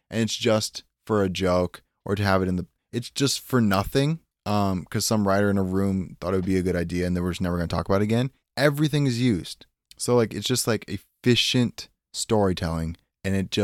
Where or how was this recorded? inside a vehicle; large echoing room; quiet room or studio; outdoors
quiet room or studio